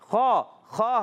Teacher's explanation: خوا حلق کے اوپر والے حصے سے ادا ہوتا ہے، غین اور خوا، یہ اوپر والے حصے سے خوا موٹا پڑیں گے، خوا کے نیچے زیر ہے، حرکت ہے، کھینچنا نہیں ہے.